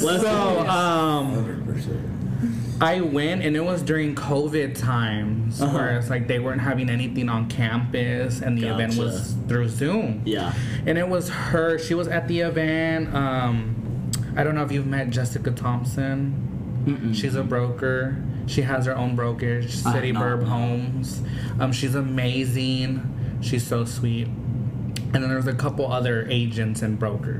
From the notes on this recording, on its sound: Recorded at the United Wholesale Mortgage success track event